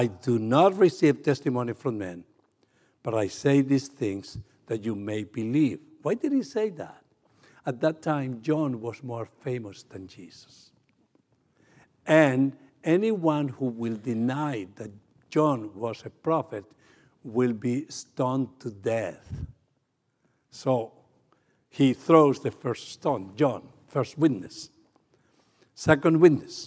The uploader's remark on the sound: 28th Annual World Missions Conference: November 3-5, 2023 | November 5, 2023 Morning Worship